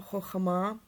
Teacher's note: se nečte chachma, ale chochma, protože vlastně, jo, není pod přízvukem